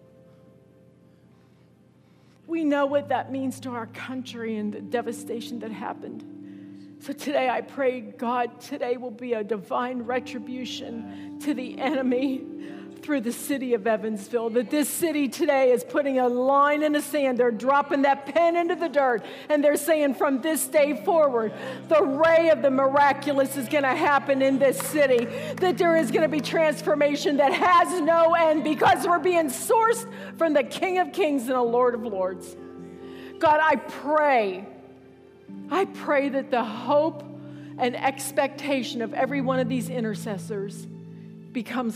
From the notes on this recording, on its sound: Wellspring Church of the Nazarene, Evansville, IN.